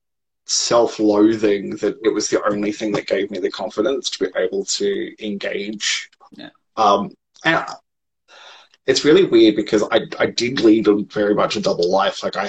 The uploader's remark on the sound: Recorded on 15 August 2020 on Instagram Live